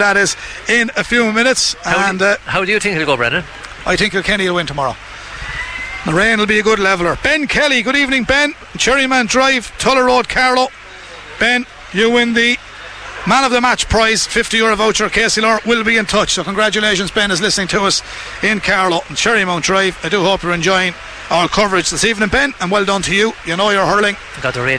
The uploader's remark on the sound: We were live in Netwatch Cullen Park